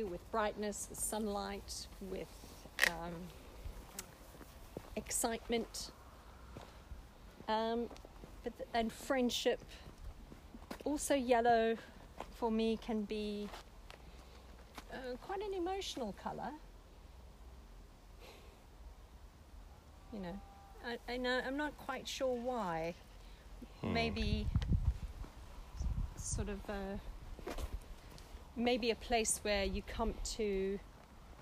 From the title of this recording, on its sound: Walking around Gog Magog hill. Cambridge Uk.